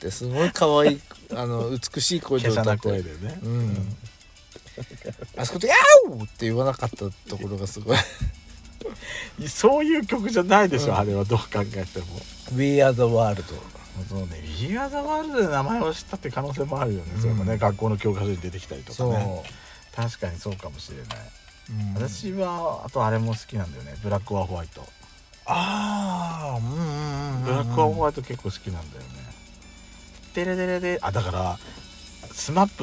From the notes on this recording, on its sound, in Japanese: Radiotalk。パーキング収録。